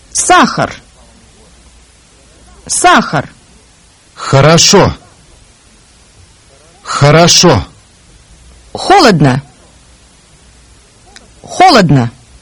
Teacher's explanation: pronounced with the back part of the tongue raised high toward the palate, roof of the mouth, but not touching it, while the front of the tongue dips toward the lower teeth. · Term: The consonant Х